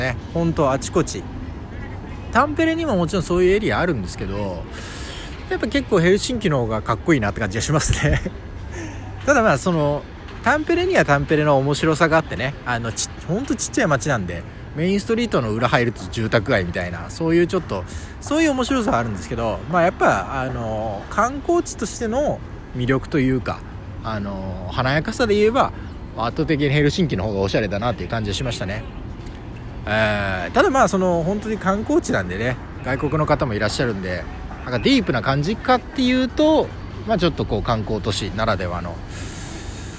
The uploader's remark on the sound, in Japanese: 海外ロケ フィンランド・ヘルシンキ大聖堂の前で収録してみた。フィンランドの首都ヘルシンキに来ましたのでついでにヘルシンキの大聖堂前で録音してみました。